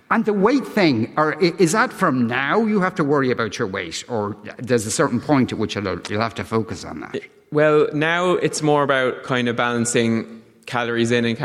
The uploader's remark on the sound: LIVE in the Triskel Arts Centre in Cork today